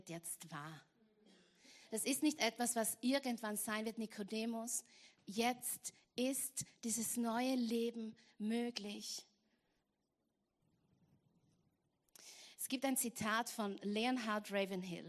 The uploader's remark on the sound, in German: Gottesdienst live aus der LIFE Church Wien.